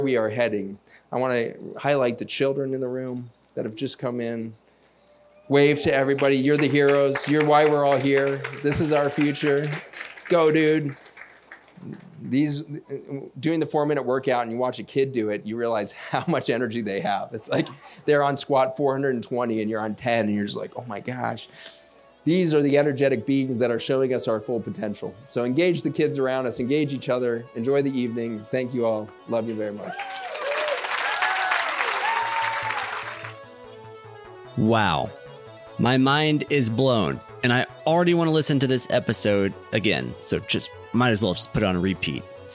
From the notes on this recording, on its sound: Recorded live from the main stage of our first annual " What Good Shall I Do?